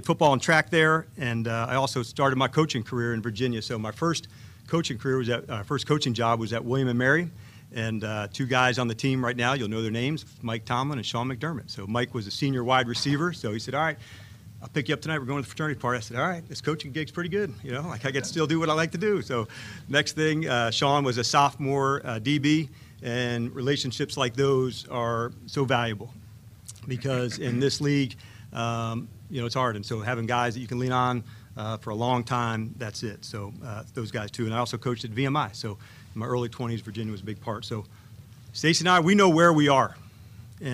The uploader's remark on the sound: Intro Presser LIVE From Ashburn